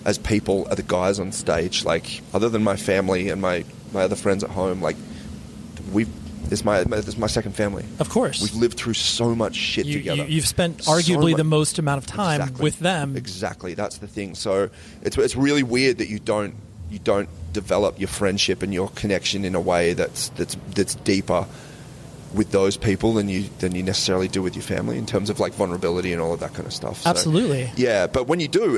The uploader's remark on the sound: We recorded this face to face at New England Metal and Hardcore festival